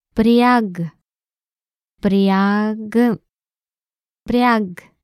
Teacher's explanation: does not pronounce the G at the end as a G, but more like a K. That is how the pronunciation in Bulgarian changes according to the place of the consonant in the word.